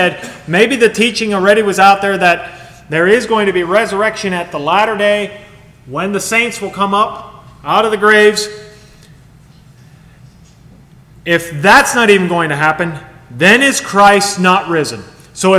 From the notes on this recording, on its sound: Sermon Recorded at Millmont Mennonite Church recorded on 7/16/2023